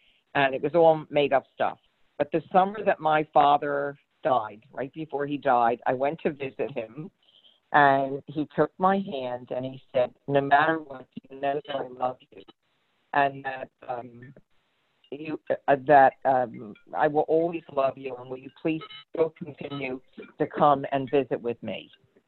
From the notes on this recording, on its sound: Live from the Bagel Room. Called into the show.